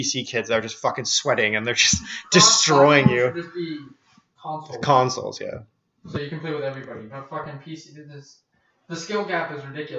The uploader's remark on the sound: Audio warning - I really fucked this one up, listen if you want, sounds like ass the whole way through.